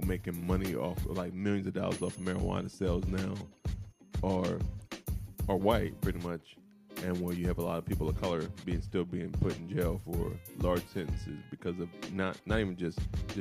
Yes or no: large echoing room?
no